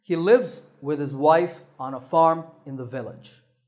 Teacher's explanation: Notice that lives, wife, farm, and village stand out. · Term: content words